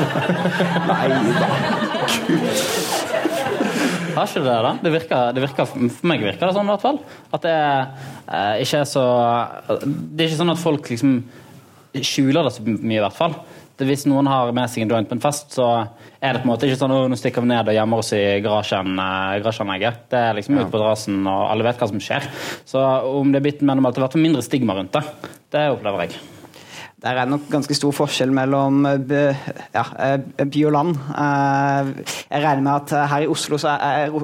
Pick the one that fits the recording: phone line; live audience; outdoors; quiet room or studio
live audience